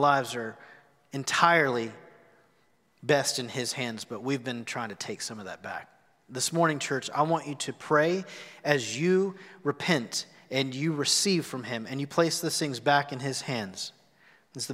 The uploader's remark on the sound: Recorded live at The Fellowship on March 21, 2021.